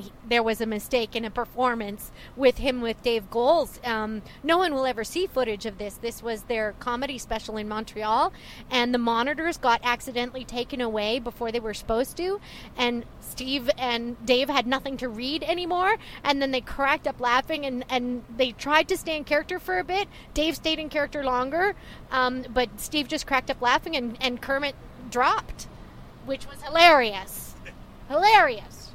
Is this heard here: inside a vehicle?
yes